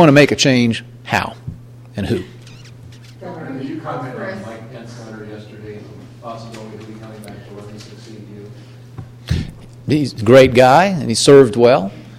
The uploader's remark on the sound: address to more than 150 Chinese business leaders in Shanghai, during the Indiana Business Conference